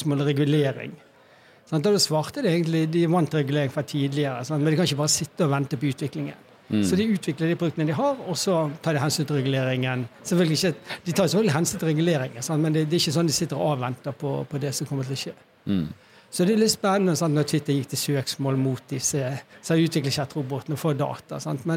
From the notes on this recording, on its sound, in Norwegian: Live intervjuer på Norway Fintech Festival. Økonomiamatørene setter opp studio på scenen i Media City Bergen som huser Norway Fintech Festival. Live fra scenen inviterer vi inn spennende gjester.